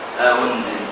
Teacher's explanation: والهمزة التالية في بعض القراءات المتواترة تسهل بين الهمزة وبين ما منه جاءت الحركة وهي الواو لأن يعني الهمزة هنا مضمومة فتسهلها أن أطلقها بين الهمزة وبين الواو أو بين الهمزة وبين الياء. · Term: التسهيل